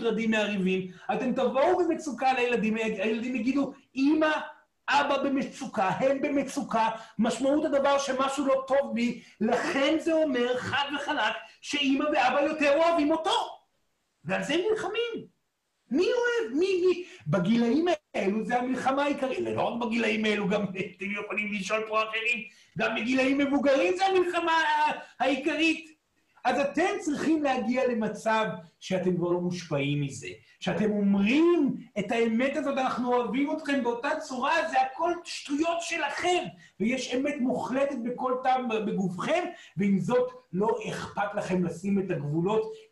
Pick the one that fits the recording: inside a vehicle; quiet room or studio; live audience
live audience